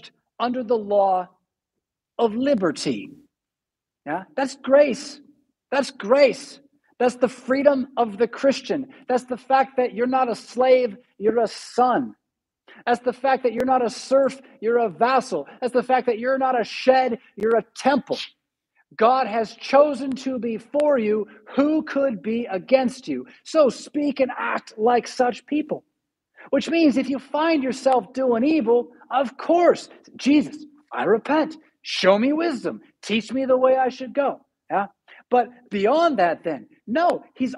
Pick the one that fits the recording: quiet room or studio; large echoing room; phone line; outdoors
large echoing room